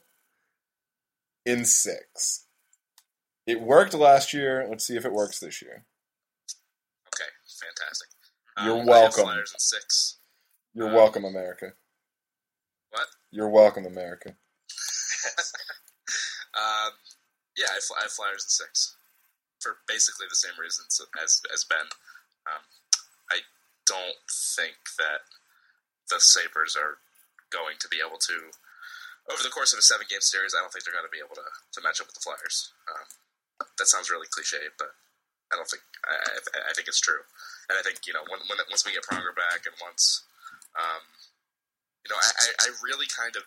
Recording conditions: poor sound quality